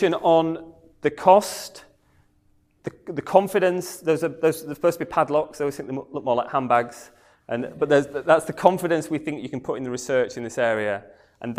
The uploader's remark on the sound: comes from the evening talk on Thursday 3rd August